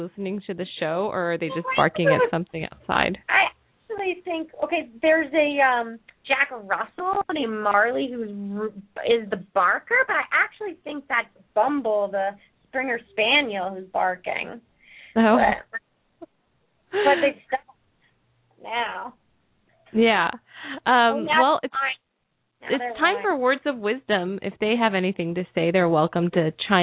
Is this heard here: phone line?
yes